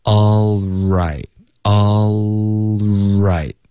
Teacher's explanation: 这个 l 的音会持续到 r 出现 · Term: 连读